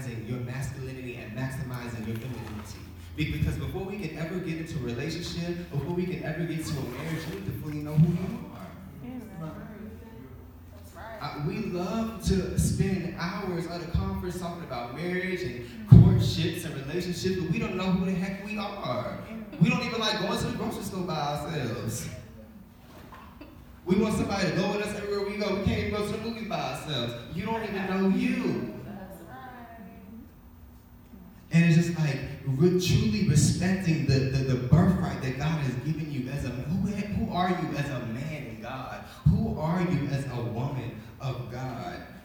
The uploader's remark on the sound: Recent workshop I hosted at my church's singles conference.